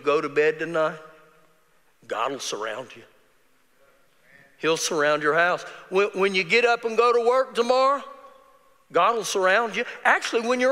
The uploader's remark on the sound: Recorded live during our Wednesday night service